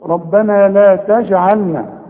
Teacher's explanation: اذا الجيم اهي عليها السكون فلازم اقلقلها